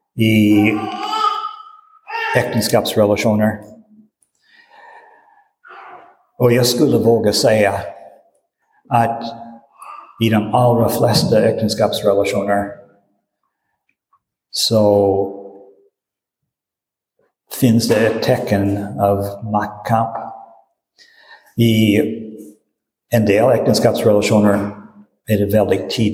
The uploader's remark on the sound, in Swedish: Inspelad i Roseniuskyrkan den 19 februari 2023.